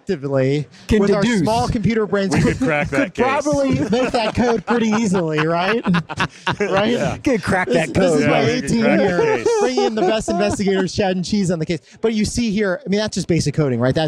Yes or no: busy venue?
yes